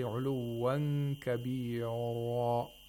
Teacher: sometimes they pronounce ra without the necessary tapping of the tongue on the place of articulation of ra